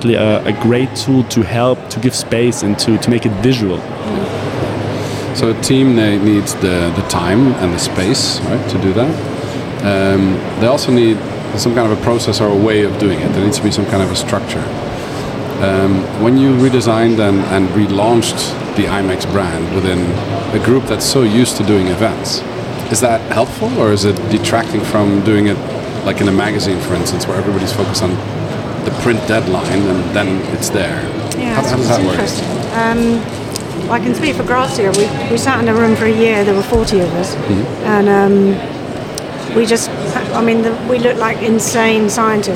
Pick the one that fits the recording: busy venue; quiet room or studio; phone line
busy venue